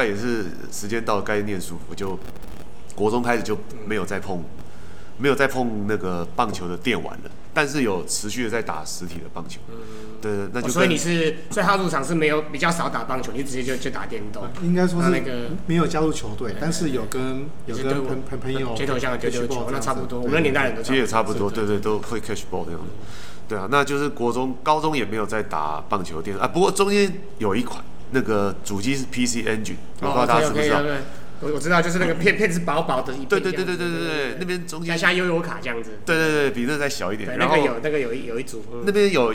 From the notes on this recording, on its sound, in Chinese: 片頭片尾為實況野球電玩的開頭跟實際比賽的現場音。本次錄音為開放空間，音質不佳或偶有雜訊，敬請見諒。